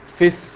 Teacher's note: في السماء، في السماء اصلها في السماء، حذفت الياء بتاعت في ودخلت على طول على السين. طبعا اللام تحذف لانها شمسيه وهمزه الوصل تحذف.